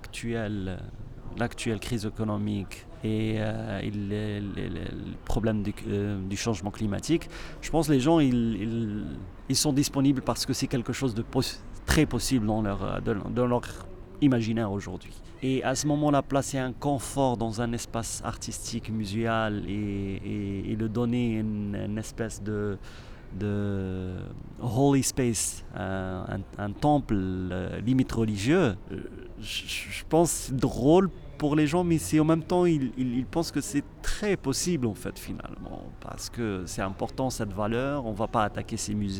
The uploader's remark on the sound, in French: Je l'ai retrouvé dimanche matin dans le centre de Zurich, où on a essayé de trouver un endroit calme et loin des cloches des églises, pour enregistrer notre discussion. Une terrasse de café n'est pas l'idéal mais le choix était très limité !